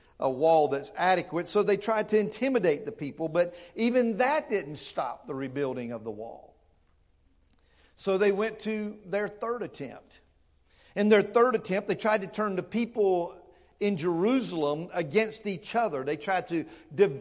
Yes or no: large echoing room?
yes